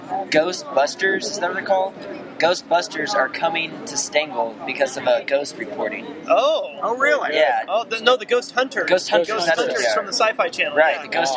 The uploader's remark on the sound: ESPN Game Day is here in Lubbock, TX and we here at Bad Philosophy are pleased to bring you this final chapter in the RaiderVille Diaries series from the line outside Jones AT&T Stadium.